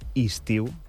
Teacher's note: en comptes d'una E i una I, doncs fem dues I's